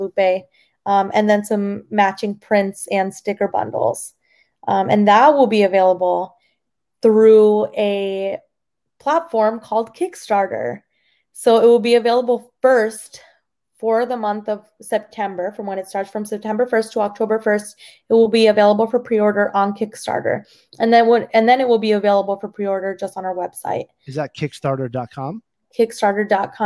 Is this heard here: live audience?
no